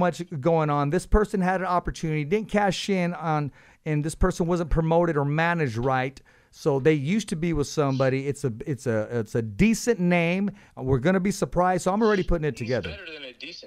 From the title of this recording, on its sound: on the phone with The Fighter's Voice